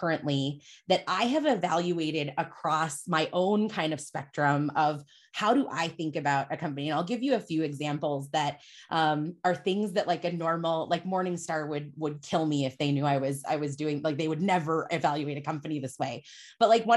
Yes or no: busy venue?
no